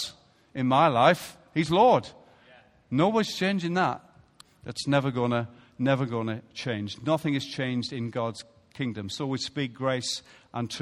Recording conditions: large echoing room